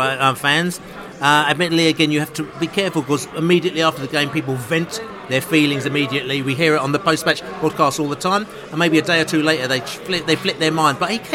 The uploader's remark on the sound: pre-match podcast from the pub